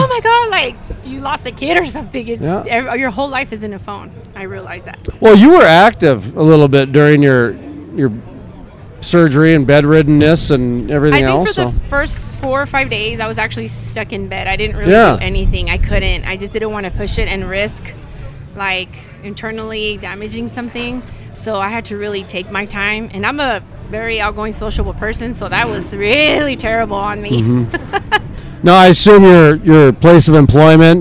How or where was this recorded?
busy venue